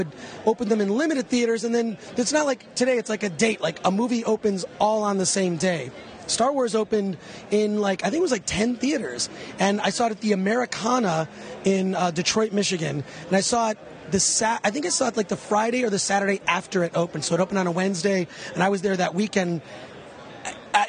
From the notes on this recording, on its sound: On Sunday Star Wars Celebration VI started to wind down. Recording all about it at The Force United booth.